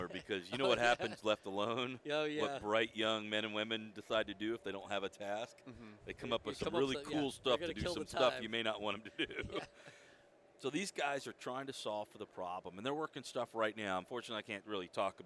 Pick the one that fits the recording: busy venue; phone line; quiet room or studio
busy venue